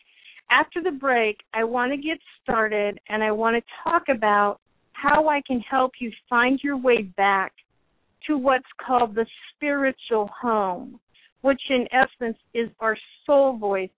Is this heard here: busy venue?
no